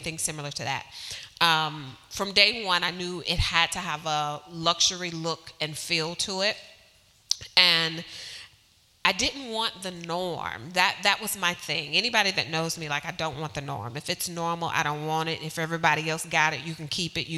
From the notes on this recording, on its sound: This episode was recorded with a live audience at NC Nonprofit, Real Glow Getters' Glow Get It Festival in Greensboro, NC.